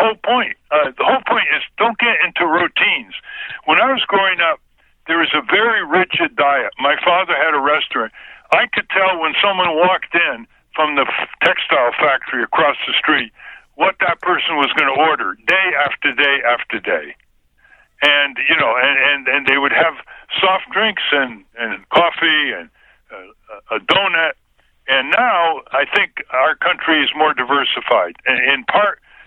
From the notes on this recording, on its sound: called into the show on June 10, 2020